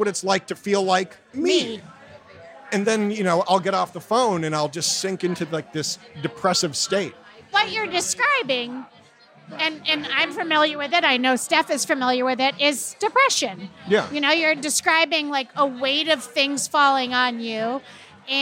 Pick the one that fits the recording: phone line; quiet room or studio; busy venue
busy venue